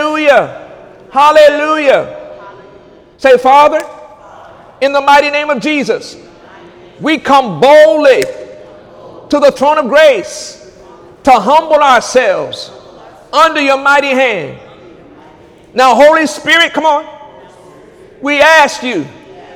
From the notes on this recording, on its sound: During Sunday morning service